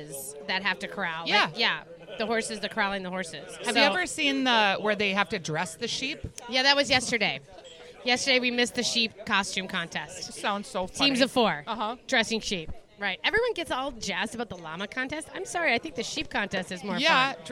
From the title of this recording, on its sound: Live from the Salem Dining Hall